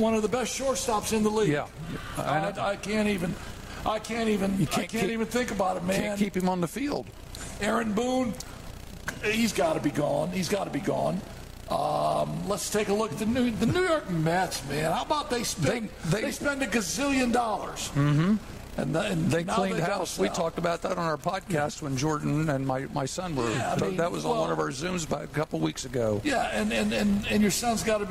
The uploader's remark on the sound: We're back at Bar Louie for season two of the live show!